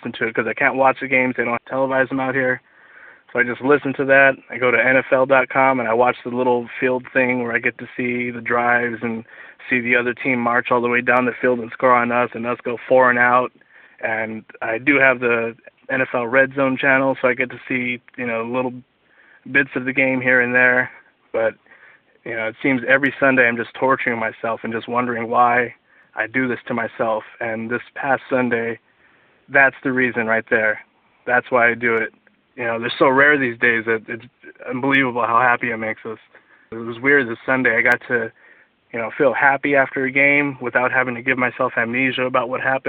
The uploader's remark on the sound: Raider Nation “Boneline” Call-in Segment